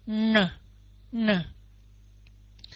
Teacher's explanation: Âm n này đó là vừa uốn lưỡi mà vừa có mũi nữa · Term: âm uốn lưỡi